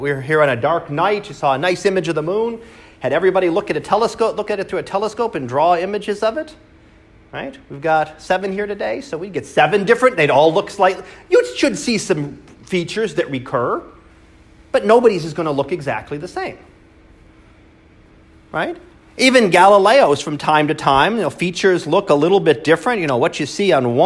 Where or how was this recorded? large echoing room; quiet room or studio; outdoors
large echoing room